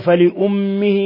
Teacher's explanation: ميم مشددة تغن مقدار حركتين